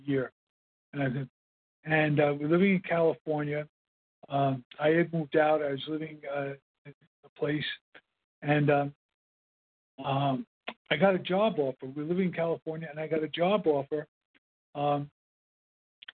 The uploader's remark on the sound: 100 Pounders Phone Meeting